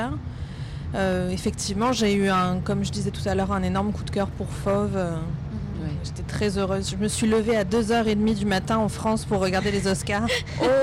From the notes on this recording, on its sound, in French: Épisode enregistré dans le train qui mène les invités, de Montréal à Saguenay, de REGARD à la 23e édition.